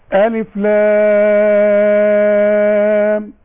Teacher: اللام مفتوحة نقول لام، 3 الف فوق بعض، 3 الف مش 2.5، مش 3 الا ربع، الف لام.